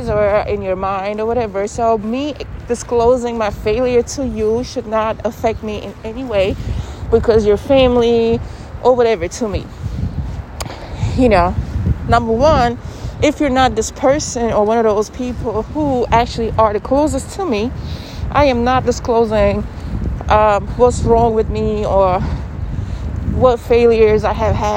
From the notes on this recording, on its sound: Ignore the NYC Subway noises in the background. I am on the go as always.